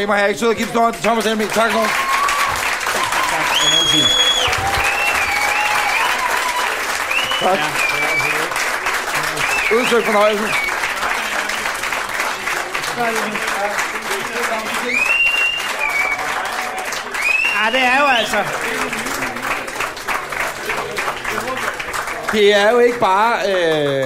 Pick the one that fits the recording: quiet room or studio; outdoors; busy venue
busy venue